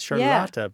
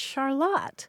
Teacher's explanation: But the Vermonters have dropped the final syllable. · Shown in: second take